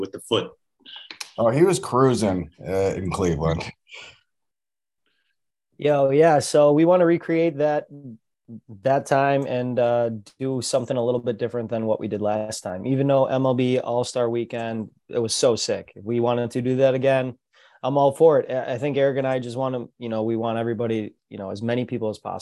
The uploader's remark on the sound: All 12 teams are in attendance for the zoom meeting